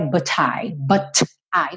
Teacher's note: Um britânico falaria but I, but I com o T, T, but I. Mas o americano tem essa tendência de pegar o T e o D e fazer um rarará.